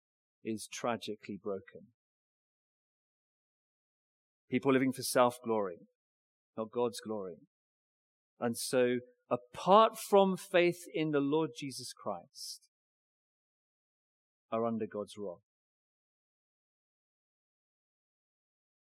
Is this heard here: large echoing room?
yes